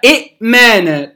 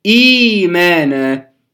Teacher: طيب بصينا على الحركة اللي قبلها كانت إيه؟ كانت كسر، فأبدلنا الهمزة الثانية من جنس حركة الكسر يبقى مد ياء · Shown in: second take · فصارت إيمانا.